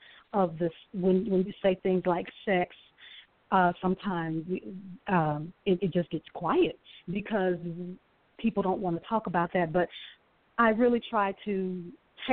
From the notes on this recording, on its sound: a live call in show